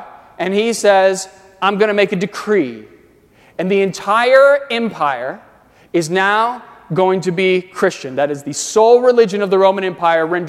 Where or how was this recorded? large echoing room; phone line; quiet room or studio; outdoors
large echoing room